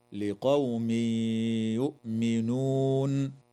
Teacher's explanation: ويدغم في الياء مع الغنة في قوله تعالى لقوم يؤمنون